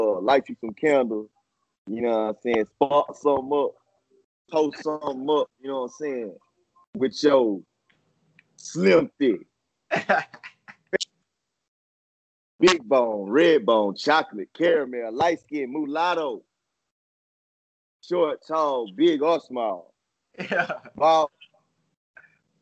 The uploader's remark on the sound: Stopped by Via Skype.